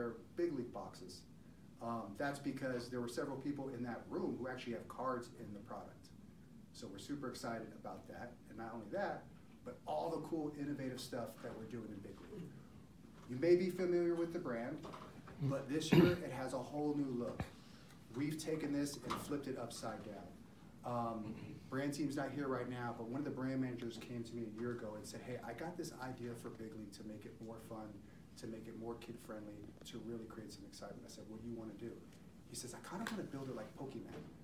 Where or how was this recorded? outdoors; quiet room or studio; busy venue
busy venue